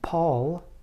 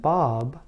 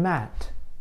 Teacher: Let's talk about sounds involving both lips. The sounds p, b, m are examples of sounds that require you to use both of your lips to block air.